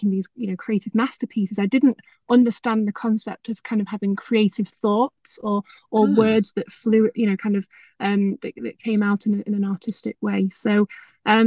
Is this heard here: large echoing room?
no